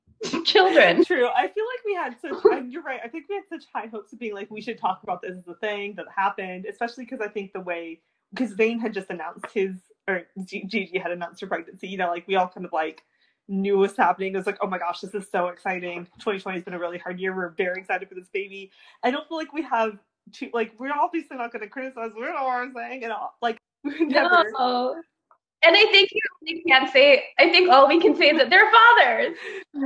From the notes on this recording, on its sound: We would apologize for any technical glitches